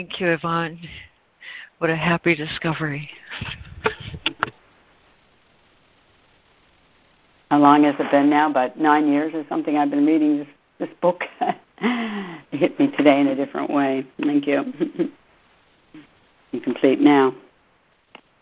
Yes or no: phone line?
yes